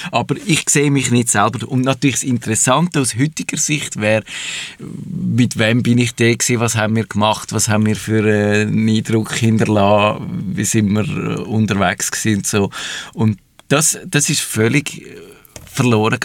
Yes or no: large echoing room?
no